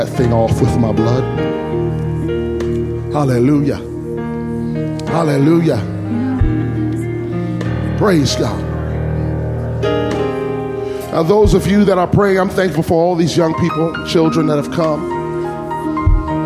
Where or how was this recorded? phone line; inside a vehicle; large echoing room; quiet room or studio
large echoing room